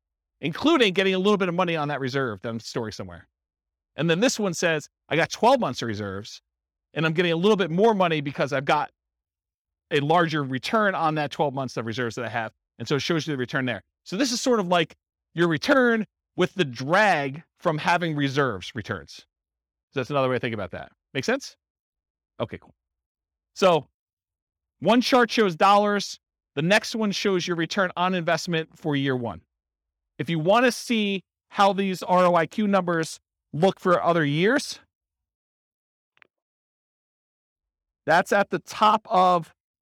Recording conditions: live audience